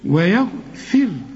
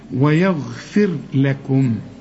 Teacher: طالما ان الفاء هنا مكسوره الراء مرققه عند الوصل وعند الوقف. ويغفر، بس رققها لي قوي، ويغفر لكم.